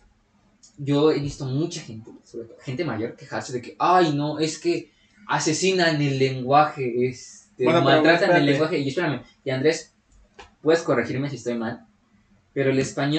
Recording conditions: poor sound quality